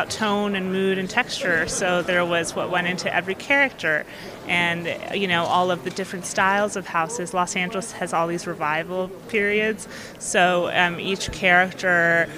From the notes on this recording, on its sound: In our first dispatch from The Santa Barbara International Film Festival.